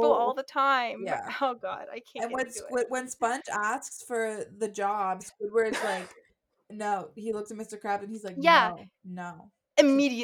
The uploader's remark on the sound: we promise the audio gets better!!